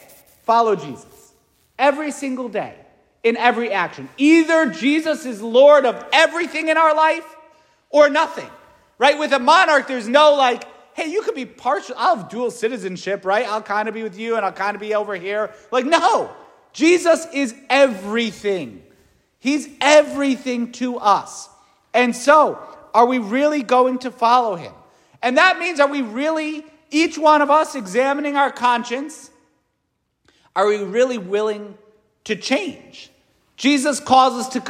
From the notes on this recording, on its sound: St Francis Catholic parish homily preached.